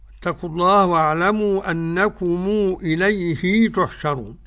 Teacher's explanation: يصل الميم بواو، بالنسبة للمد عنده حركتين فقط · Term: بالصلة